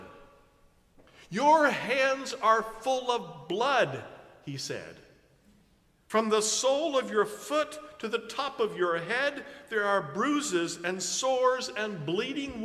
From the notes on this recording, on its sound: preaches at a Park View Mennonite Sunday morning service